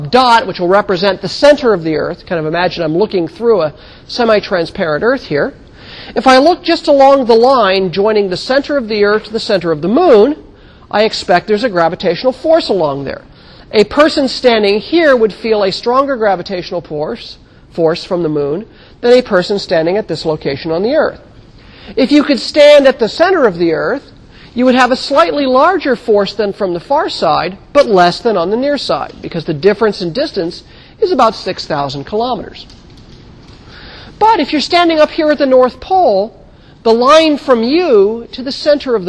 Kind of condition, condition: setting, large echoing room